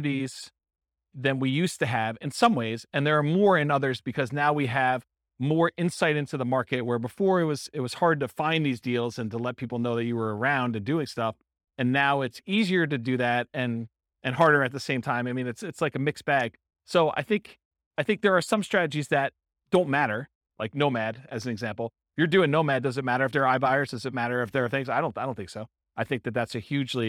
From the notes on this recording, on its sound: This was a live class recorded.